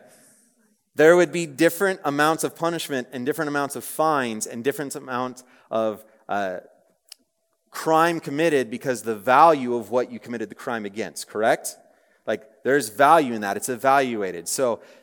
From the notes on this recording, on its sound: Message preached on April 20, 2023 at a Thursday Night Gathering of Coram Deo College Ministry.